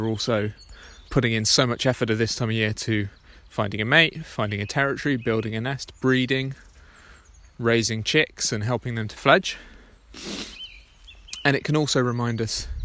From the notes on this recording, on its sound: This episode is a short recording of a walk I did on this morning in early May, covering some of the birds I can hear at my local nature reserve.